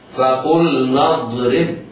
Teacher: ولكن إذا وقفنا على كلمة لقومه فإننا نقف بسكون الهاء ونحذف ياء الصلة هكذا، وإذ استسقى موسى لقومه، لقومه فقلنا اضرب، انظر فقلنا اضرب، القاف مضمومة مفخمة بعدها لم ساكنة بعدها نون، على القارئ أن ينتبه ويلاحظ أنه يتعين عليه إظهار اللام الساكنة قبل النون في مثل هذه الكلمة